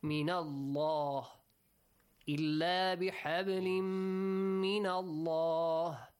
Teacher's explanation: So the word Allah, the letter lam in the word Allah would be pronounced with a heavy sound